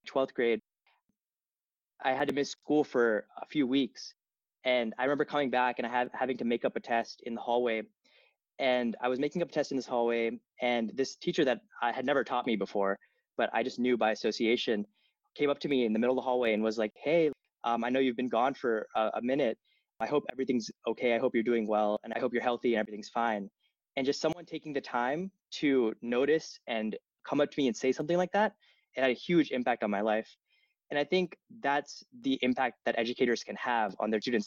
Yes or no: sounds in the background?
no